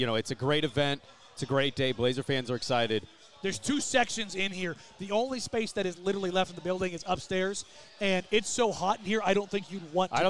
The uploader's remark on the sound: Live reactions from the Lottery show. On location at Brix Tavern in the Pearl.